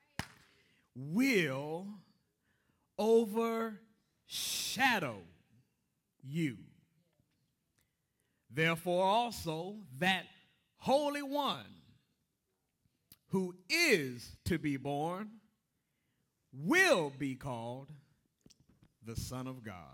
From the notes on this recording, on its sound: Broadcast Ministry of First Antioch Baptist Church